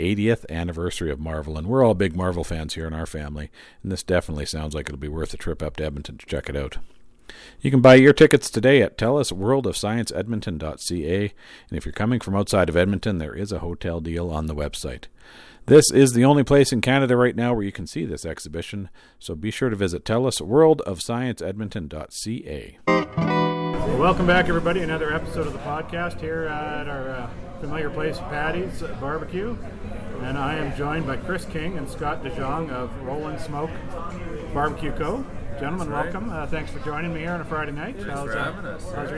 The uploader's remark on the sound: Thanks to Paddy’s Barbecue & Brewery for always letting me record on site. 3610 Burnsland Road SE, right in the heart of Calgary’s Barley Belt.